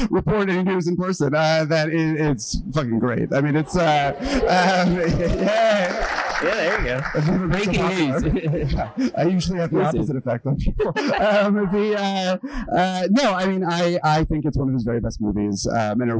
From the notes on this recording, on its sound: live at Cannes 2023 in the American Pavillion